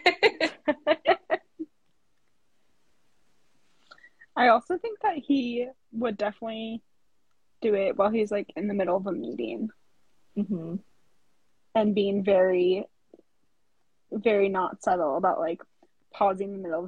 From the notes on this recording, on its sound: This episode is an unedited, unfiltered recording of that live.